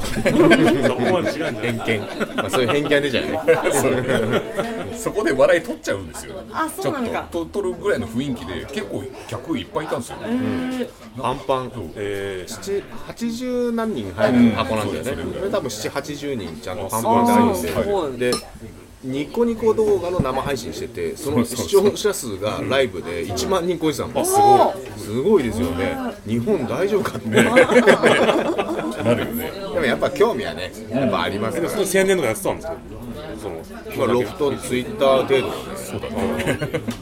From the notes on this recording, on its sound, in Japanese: 今回は東京都八王子の居酒屋「暫」さんで出張収録を行いました。